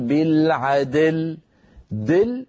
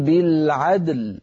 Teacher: بالعدل تكررت معك مرتين، فيها جمع بين الساكنين عندما نقف بالعدل، فعلينا أن نقلقل الدال وننتقل بلطف ورشاقة منها إلى اللام هكذا بالعدل، ولا نقول بالعدل دل، هذه الدال صار فيها شيء يشبه الكسر، ليس كسر لكن يشبه الكسر · Shown in: first take · لا تقولي بالعدل ولكن قولي بالعدل بقلقلة الدال.